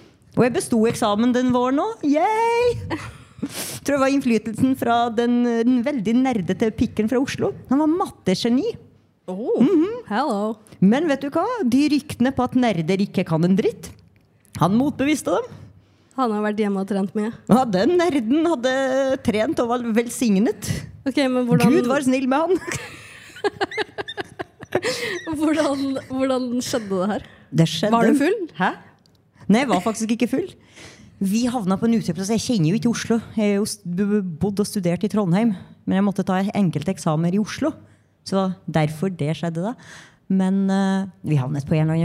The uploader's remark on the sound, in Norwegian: LIVE pod. De svarer på spørsmål fra publikum, og gir hverandre utfordringer på scenen.